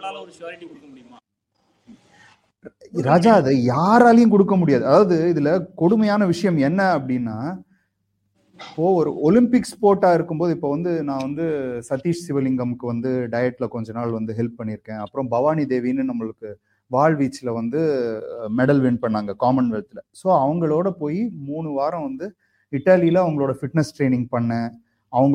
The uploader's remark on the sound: our first online recording version of the podcast